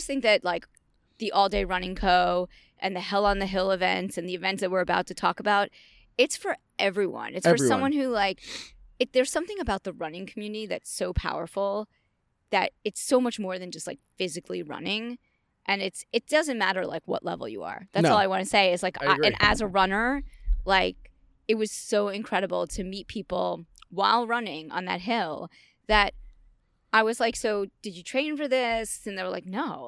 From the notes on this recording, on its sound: Sweet Honey Farm, in the horse coral.